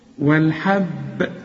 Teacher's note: والحب، إذا وقفت قلقل، وده مش وقف، بس القلقلة بتكون أبين علشان الحرف المشدد بتبقى القلقلة أبين فيه